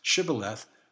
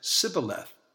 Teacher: They couldn't make the sh sound, Shibboleth, so they said Sibboleth. · Shown in: first take